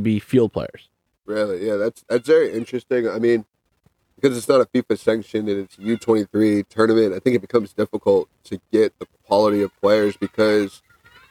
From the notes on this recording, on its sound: We're recording from the field! Record live from the DE Union Diamonds camp.